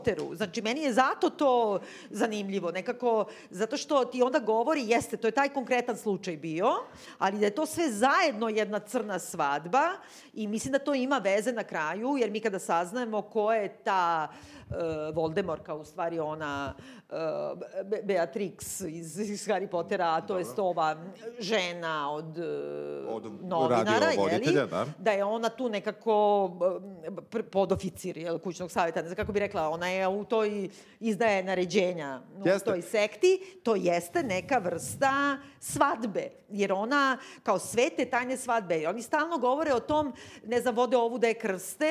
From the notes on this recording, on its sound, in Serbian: koju smo snimali lajv pred našom divnom publikom u okviru Hartefaktovog festivala